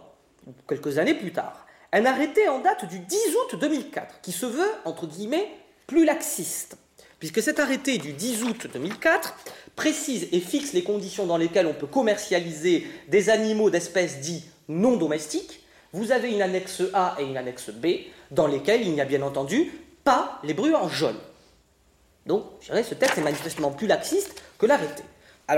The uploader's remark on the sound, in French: Exceptionnellement, l’enregistrement des audiences que vous allez entendre a été autorisé. Adapté de la série documentaire audiovisuelle « En direct du tribunal », produite par Morgane Production.